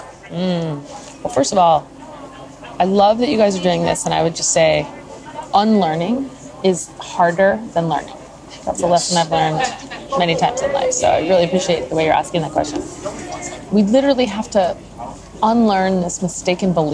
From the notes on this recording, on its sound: heads to sunny San Diego, California, for the ASU+GSV Summit and we brought our microphones with us!